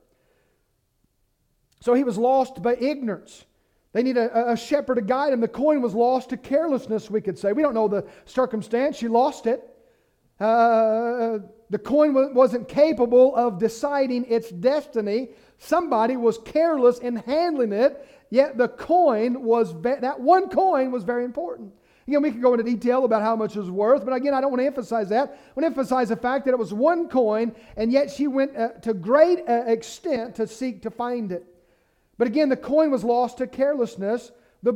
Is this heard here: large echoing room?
yes